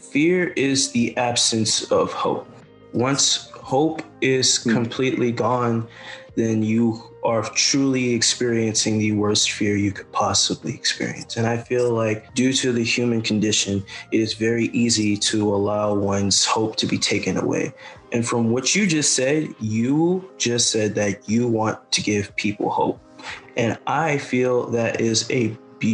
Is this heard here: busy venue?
no